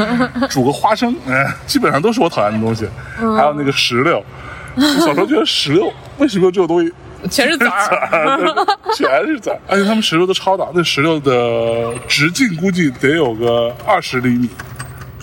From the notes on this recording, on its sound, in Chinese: 在中秋之日的傍晚时分，在连云港的小河旁，他们边散步边聊天，便录制了这期伴随着自然环境音的“路边风”。